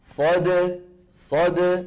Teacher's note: الدال إيه شديدة ساكنة زمنها قصير